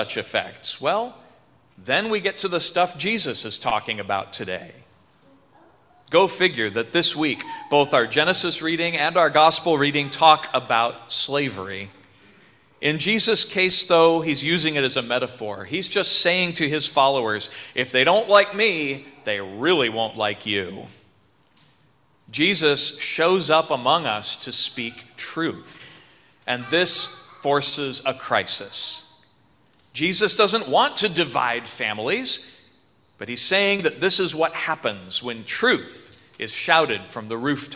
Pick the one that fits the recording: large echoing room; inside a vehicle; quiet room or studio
large echoing room